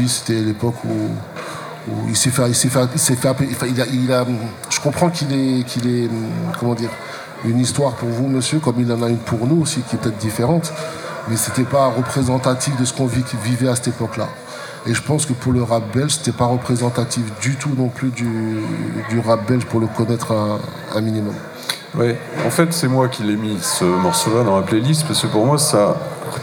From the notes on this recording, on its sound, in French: Réalisé en direct au Marché Off Place Grimmeissein. À l'occasion de l'émission en collaboration entre Radio en Construction (Artefact) et Radio RBS.